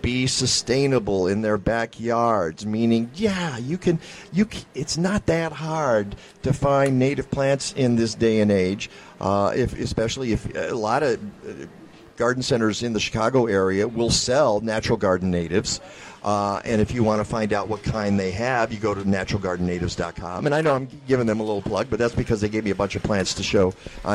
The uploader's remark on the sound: live from the Custer Fair in Evanston, Illinois